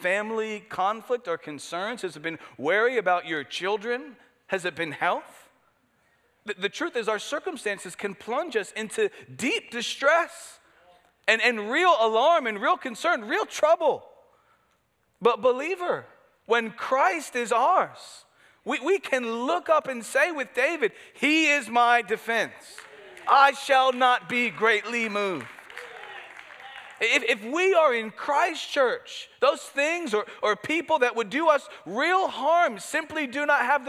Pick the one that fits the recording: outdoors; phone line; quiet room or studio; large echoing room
large echoing room